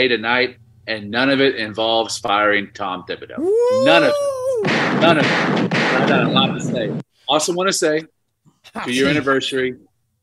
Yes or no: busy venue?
no